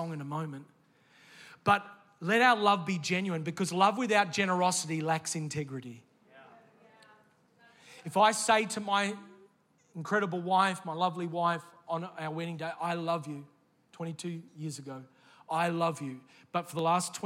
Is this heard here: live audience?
yes